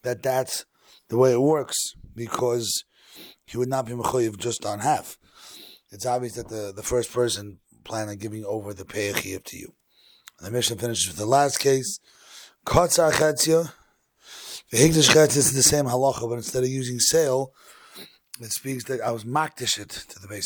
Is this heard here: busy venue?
no